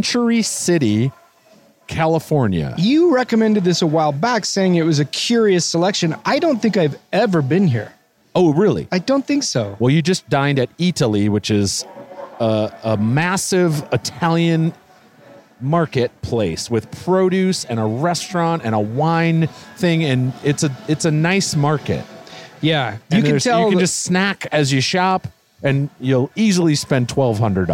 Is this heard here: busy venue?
yes